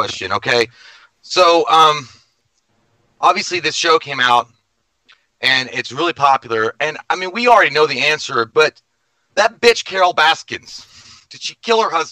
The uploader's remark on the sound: This was filmed live so the audio is a little off